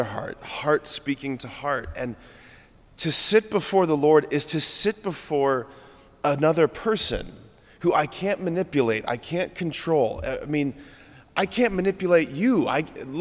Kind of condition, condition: setting, large echoing room